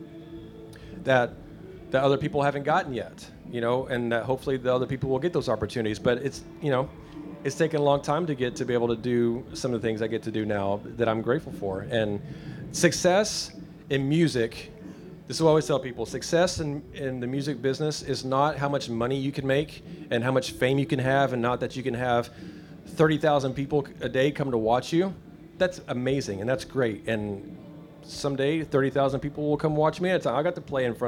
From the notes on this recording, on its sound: This week I’m talking with a live audience at Lifest in Osh Kosh, WI. Answering questions from the audience.